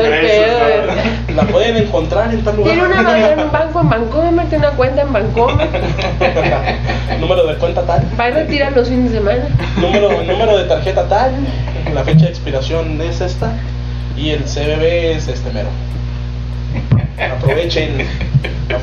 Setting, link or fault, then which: fault, background noise